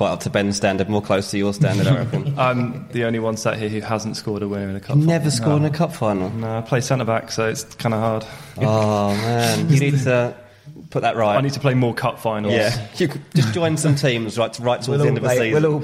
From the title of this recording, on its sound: Live from Wembley